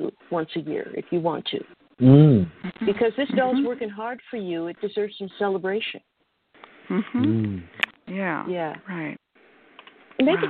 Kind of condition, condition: link, phone line